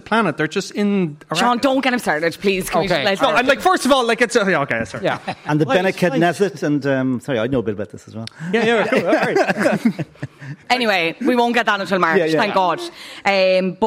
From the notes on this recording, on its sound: LIVE from The Sugar Club in Dublin